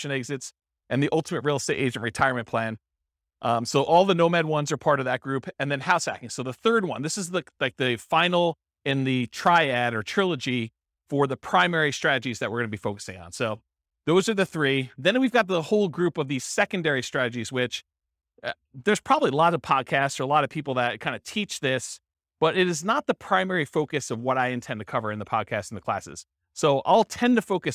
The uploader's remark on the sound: This was a live class recorded